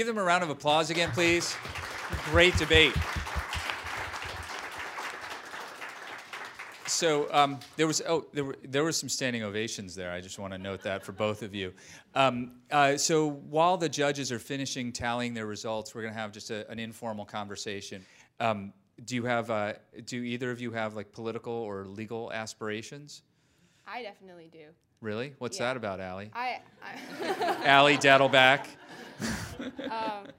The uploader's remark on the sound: The judges and the audience in the room. Debate teams from across Northeast Ohio are invited to attend as guests of the City Club and BakerHostetler.